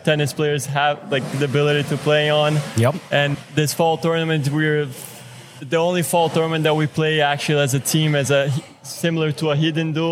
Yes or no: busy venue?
yes